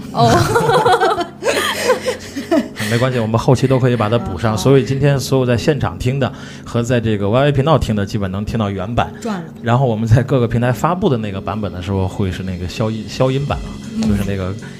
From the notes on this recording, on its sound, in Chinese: 在天津唐座酒吧第一次尝试现场直播的Live Show